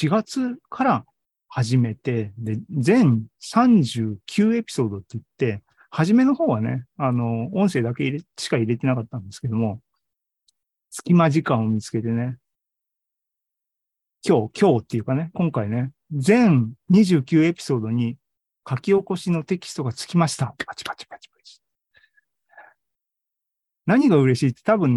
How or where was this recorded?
video call